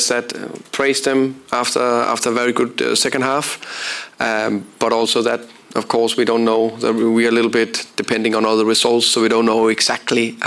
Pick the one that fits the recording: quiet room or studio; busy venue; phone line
busy venue